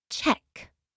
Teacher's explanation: Notice that the paper moves when you pronounce ch. This is because of the aspiration or your breath.